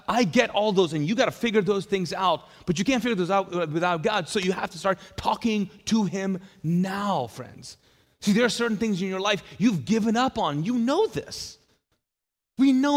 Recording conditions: large echoing room